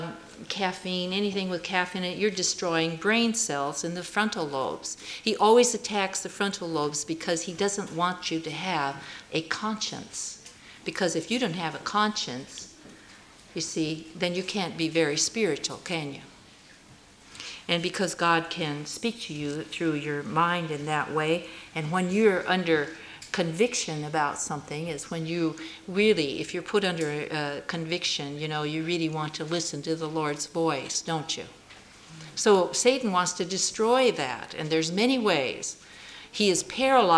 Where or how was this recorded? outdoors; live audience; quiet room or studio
live audience